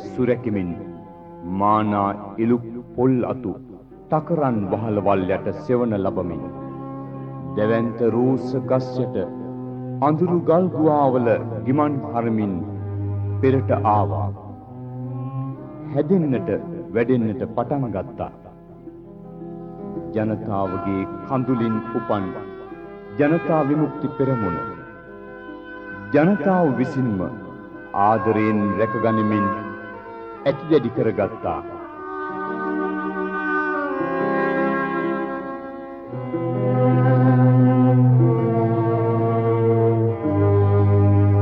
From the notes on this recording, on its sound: Recording of the Commemoration of April 1971 Insurrection held in April 1981 at the New Town Hall in Colombo, Sri Lanka